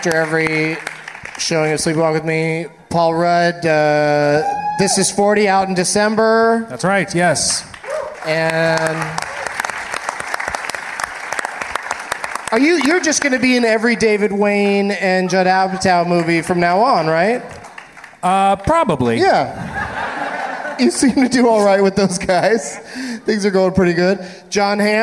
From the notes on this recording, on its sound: Live from the Gramercy Theater in NYC